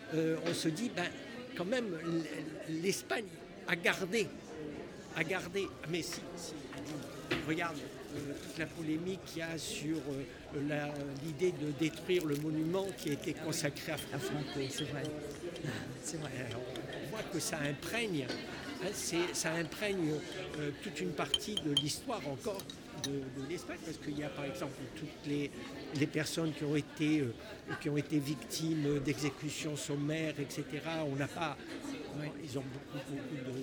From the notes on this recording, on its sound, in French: Petit immersion parmis les spectateurs du Festival International du film d'histoire qui a lieu chaque année au cinéma Jean Eustache , à Pessac. Les discussions vont bon train entre les projections. Nous nous asseyons dans la salle obscure avec ce public haletant, dans l'attente du générique et des premiers chants révolutionnaires qui font vibrer chaque corps dans la salle...